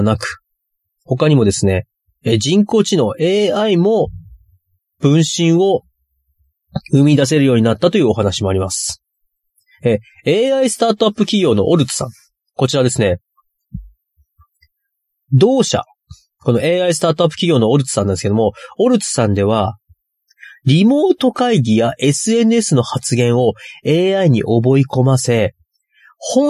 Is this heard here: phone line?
no